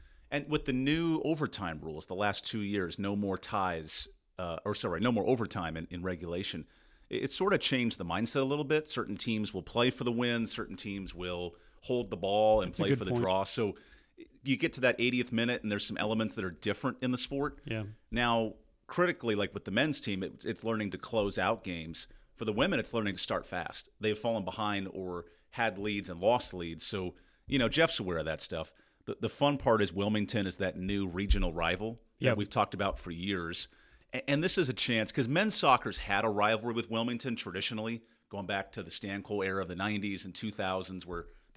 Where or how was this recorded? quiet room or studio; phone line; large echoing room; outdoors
quiet room or studio